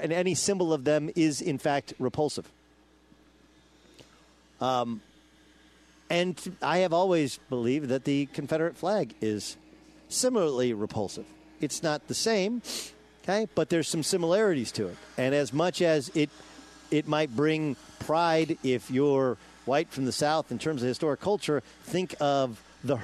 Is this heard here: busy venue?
yes